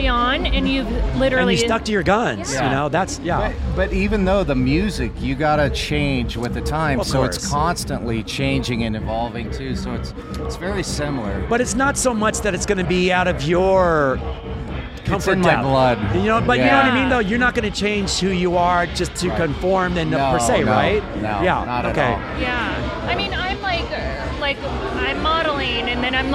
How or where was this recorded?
busy venue